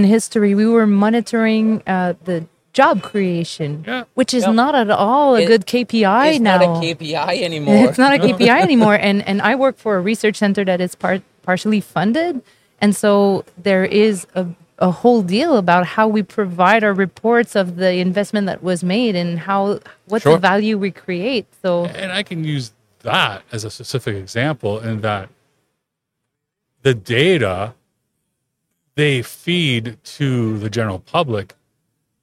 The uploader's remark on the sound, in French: En direct du Salon Industriel de Terrebonne.